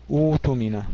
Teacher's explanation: نقطع همزة الوصل ونبدأها بالضم لأن الحرف الثالث مضموم، والهمزة التي بعدها تصبح واوا لتناسب حركة الهمزة الأولى